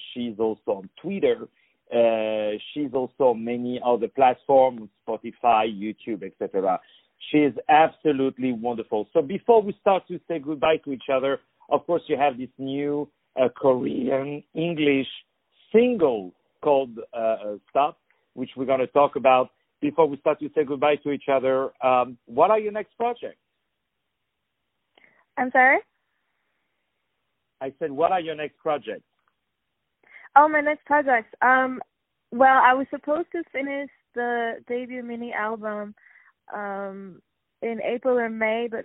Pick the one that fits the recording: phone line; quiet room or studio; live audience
phone line